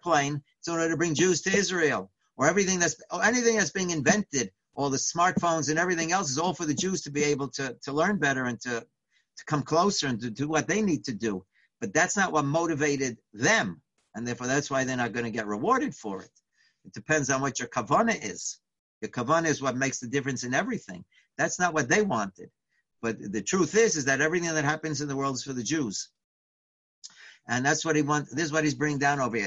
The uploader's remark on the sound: Live On Zoom.